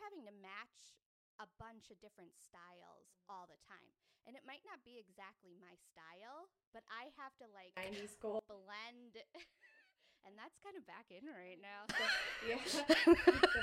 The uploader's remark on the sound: For the first time in a long time I messed up and forgot a step while we were recording. I did my best to make the audio work.